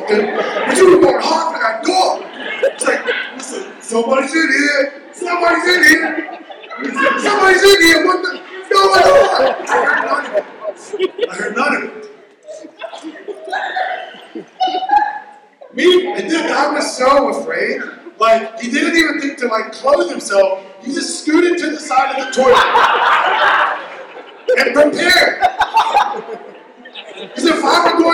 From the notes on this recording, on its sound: Recorded at the Worship Arts Convocation, March 4-6, 2022 at the Ladore Complex in lovely, downtown Waymart, PA.